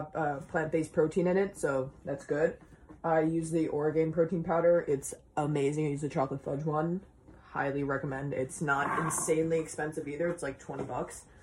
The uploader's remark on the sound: Sorry if the audio in the beginning is a little shitty my mic moved off my table.